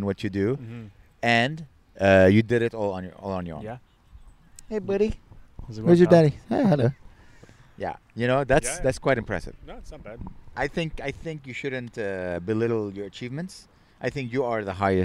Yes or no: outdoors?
yes